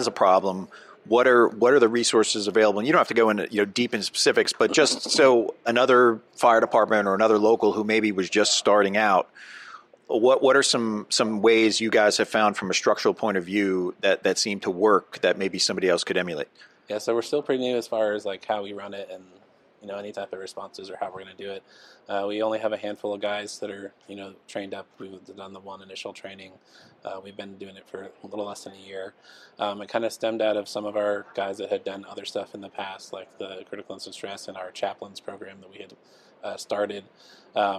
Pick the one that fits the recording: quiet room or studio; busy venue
busy venue